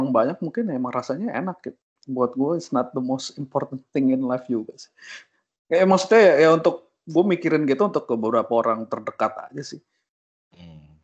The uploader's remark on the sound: Use earphone for a better listening experience since we have limited resources of recording